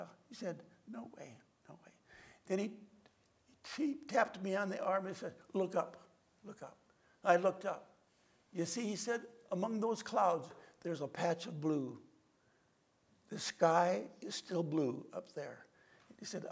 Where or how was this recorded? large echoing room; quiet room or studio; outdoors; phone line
large echoing room